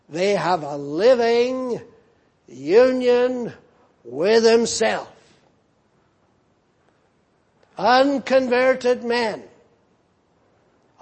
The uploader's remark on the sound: Preached in Grafton. At the Lord's Day Morning service on 10th December, 2017.